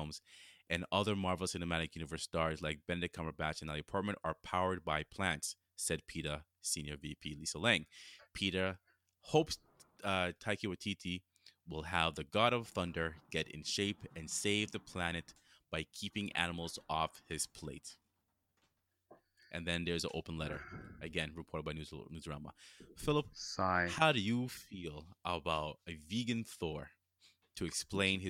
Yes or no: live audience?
no